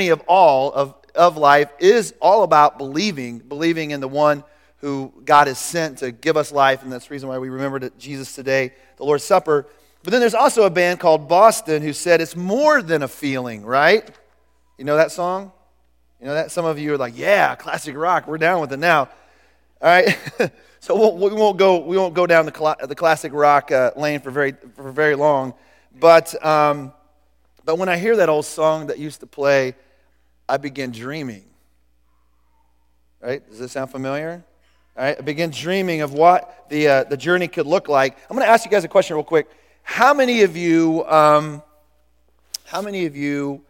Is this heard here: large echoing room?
yes